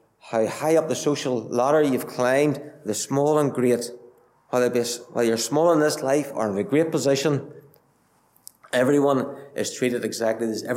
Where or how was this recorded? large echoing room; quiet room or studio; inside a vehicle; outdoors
large echoing room